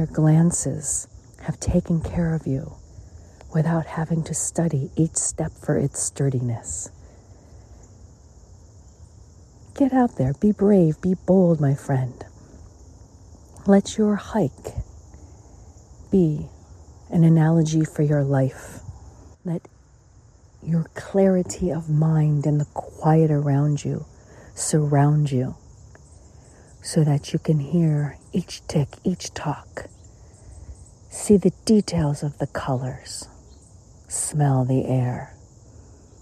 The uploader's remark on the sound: LIVE from Sugarloaf Mountain, Maryland, USA. This is a special on location Walk and Talk of our Mindfulness Summer Tour 2022.